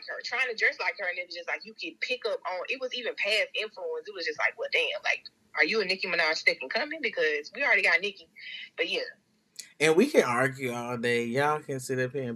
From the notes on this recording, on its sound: Again we had technical difficulties during this episode